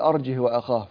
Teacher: عند حفص يقول أرجه وأخاه فيسكن الهاء فلا يكون هناك مد صلة